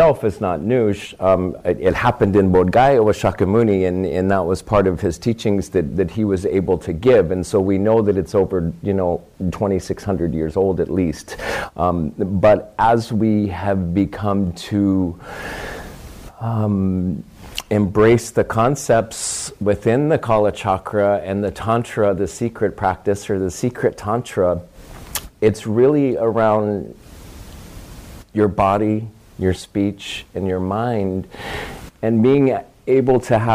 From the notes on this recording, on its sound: public talks recorded in 2019 at Do Nga Dargey Temple of Lion's Roar Dharma Center